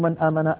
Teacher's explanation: النون ظاهرة عند الهمزة لأن النون من طرف اللسان والهمزة من الحلق · Term: الإظهار